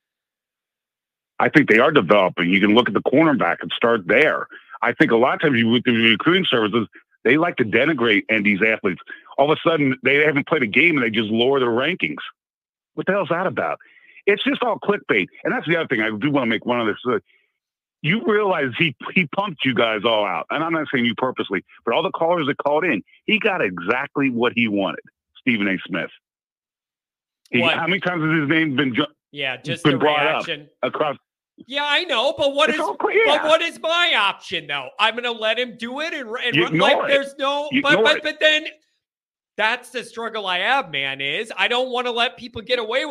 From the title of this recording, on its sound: Call In/Chat LIVE